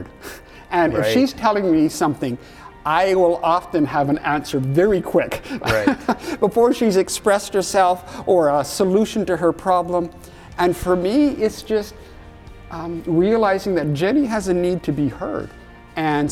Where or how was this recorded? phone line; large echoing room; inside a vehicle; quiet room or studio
large echoing room